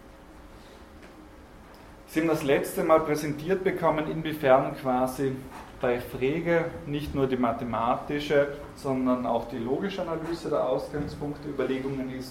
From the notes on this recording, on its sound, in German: Diese Vorlesung wurde von Studierenden aufgenommen